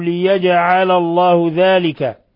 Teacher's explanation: الجيم تقلقل بسبب سكونها